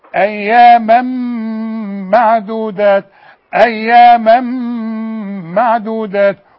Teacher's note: التنوين اللي بعده ميم في المصحف اسمه إدغام كامل بغنة